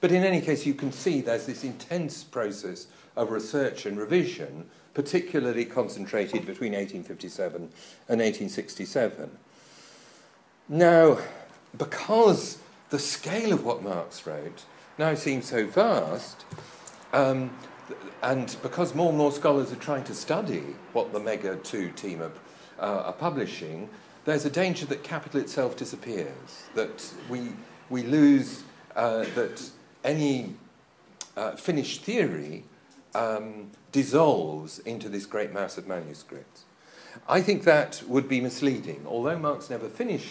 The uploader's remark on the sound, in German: Diese Veranstaltung wurde auf dem MarxIsMuss-Kongress 2015 aufgezeichnet.